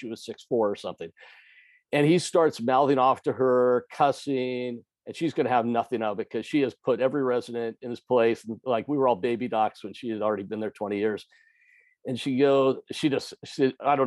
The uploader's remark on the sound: recorded in our first ever Virtual Open Mic